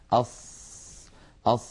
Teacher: أنها من حروف الرخاوة لأن الصوت يمتد معها ويجري أص أص يجري معها الصوت والنفس كلاهما